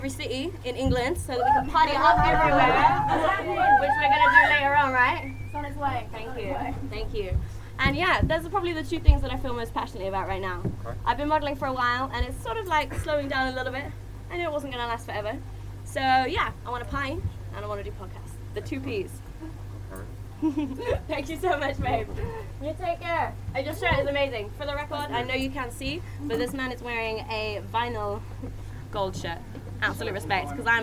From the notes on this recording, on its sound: Taking live questions in an east London basement bar after a few festive beverages.